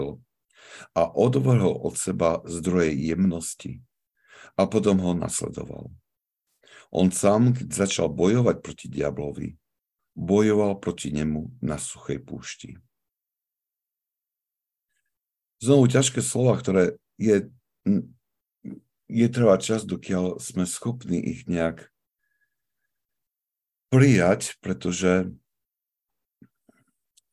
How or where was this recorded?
video call